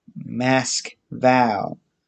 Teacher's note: Russians themselves call it and pronounce it Mask-Val, with the emphasis on the last syllable